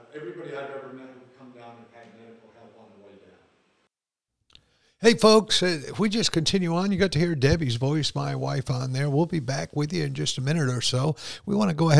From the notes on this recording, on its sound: Live from Camp Joy Healing 3